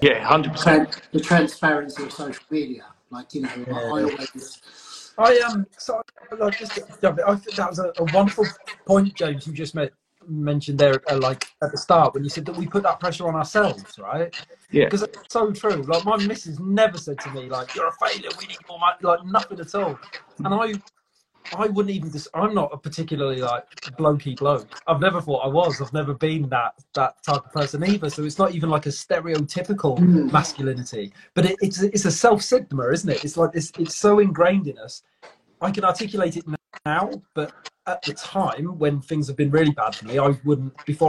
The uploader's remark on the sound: as featured on Instagram live